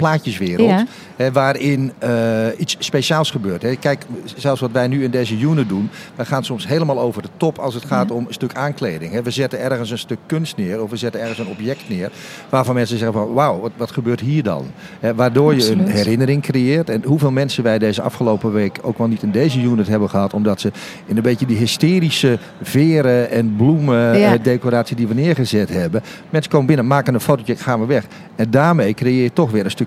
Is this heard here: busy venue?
yes